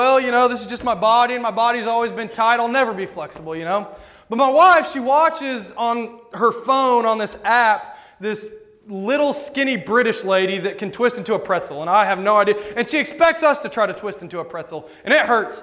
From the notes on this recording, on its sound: This sermon was preached at Rockville Church of the Nazarene.